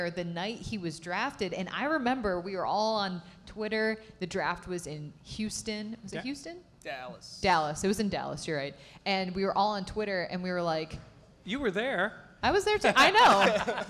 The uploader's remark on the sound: live event at Three Heads Brewing in Riochester